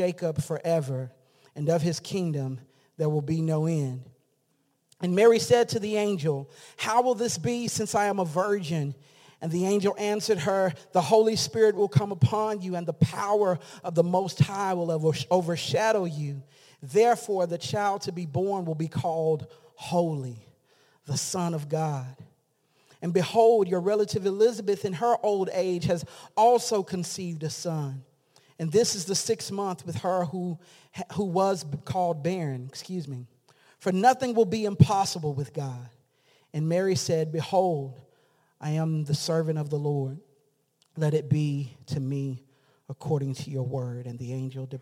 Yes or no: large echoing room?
yes